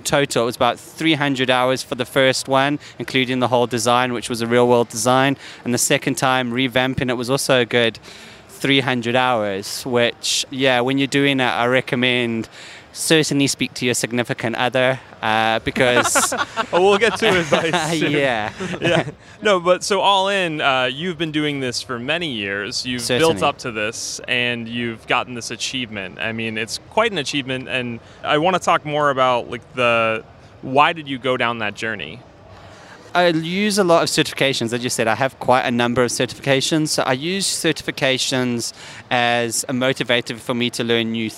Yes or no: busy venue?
yes